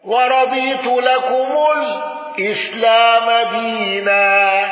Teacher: ابن ذكوان بالسكت على أل